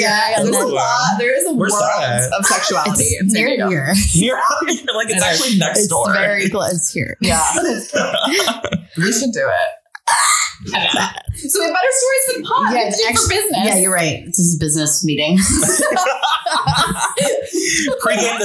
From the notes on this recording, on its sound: Apologies in advance for the echo-y audio...we're learning over here.